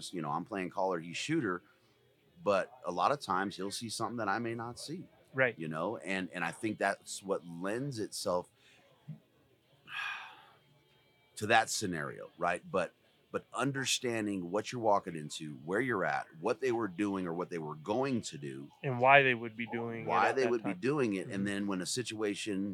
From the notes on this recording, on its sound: This weeks Wapiti episode is a live session from Mountain Archery Fest.